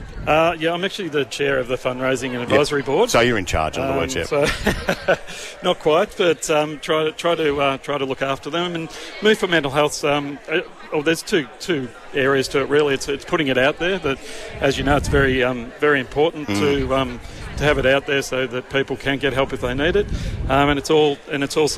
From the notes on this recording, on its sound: Live from Bendigo Health for Move For Mental Health! The Triple M team were live at Bendigo Health to kick off a 24 hour fitness marathon.